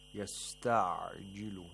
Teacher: The عين has to be pronounced from the middle of the throat, from the pharynx, and without any قلقلة.